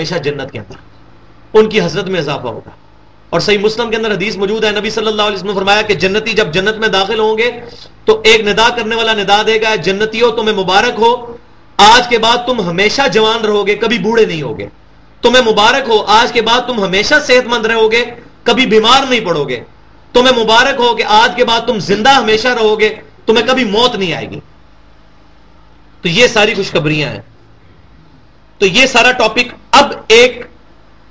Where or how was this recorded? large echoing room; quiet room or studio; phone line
large echoing room